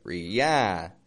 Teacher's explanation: in reality, notice the ah. That's the strong part in that word